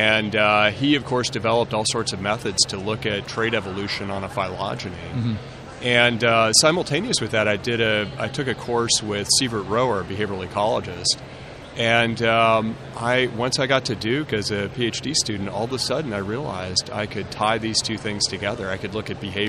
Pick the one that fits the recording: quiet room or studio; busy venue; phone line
busy venue